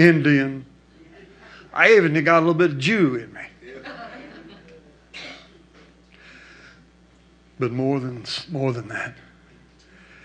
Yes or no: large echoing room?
yes